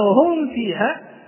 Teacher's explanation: اشتركت الفاء مع الميم في الشفة السفلى، إذن اقتربت من مخرجها